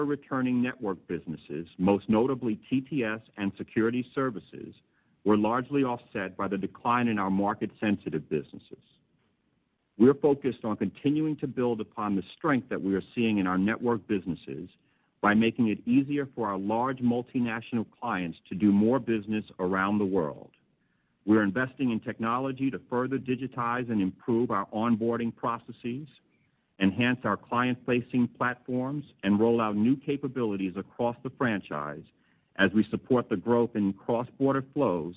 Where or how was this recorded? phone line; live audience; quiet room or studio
phone line